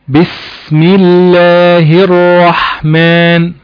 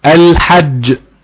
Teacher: السين الزمن بتاعها اطول من الراء، اطول من الجيم